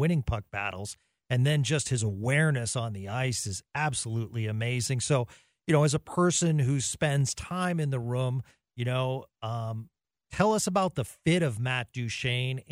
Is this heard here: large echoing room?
no